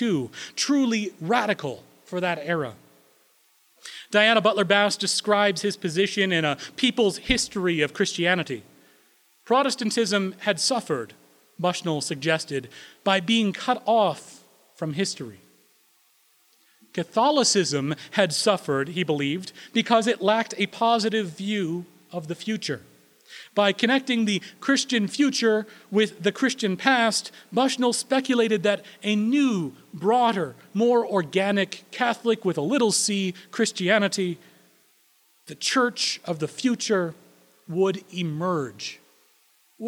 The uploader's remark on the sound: Recorded April 17, 2016 at Corona United Presbyterian Church, New Mexico